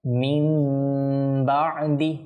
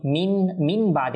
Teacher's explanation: আর না, আসলে কায়দা হচ্ছে নুন সাকিনের পর যদি বা আসে অথবা তানবিনের পর যদি বা আসে তাহলে সেখানে ইখলাফ করে পাঠ করতে হয়। অর্থাৎ এই নুন সাকিনটা পরিবর্তন হয়ে মিম সাকিনে রূপান্তর হয়ে যায় · Shown in: first take